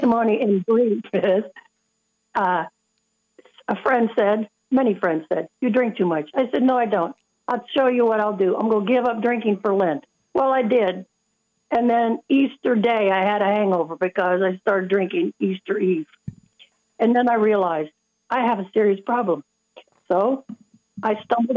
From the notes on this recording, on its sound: On EWTN Radio! Hear callers call in with more help and encouragement.